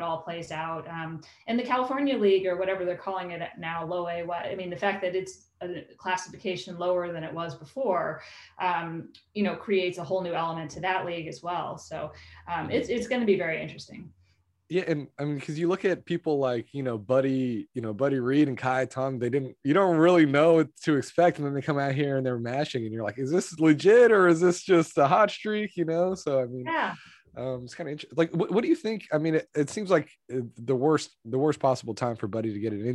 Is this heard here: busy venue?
no